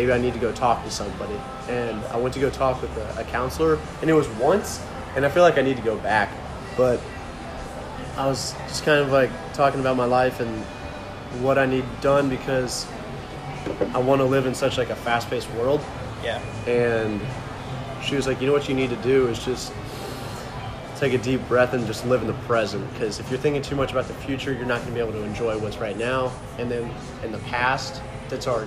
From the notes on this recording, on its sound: Sit outside of Marlow's Tavern and just hit record. We decided to shoot an episode while we just chatted at lunch together.